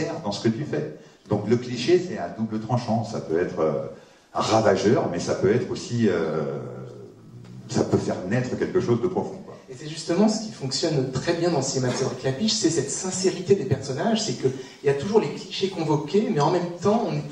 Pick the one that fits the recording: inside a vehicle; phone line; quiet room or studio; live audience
live audience